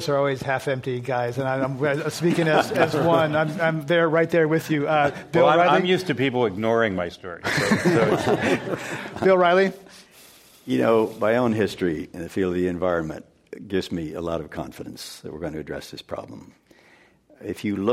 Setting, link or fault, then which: setting, live audience